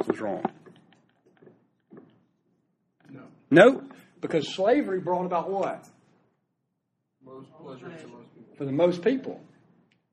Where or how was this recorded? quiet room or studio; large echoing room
large echoing room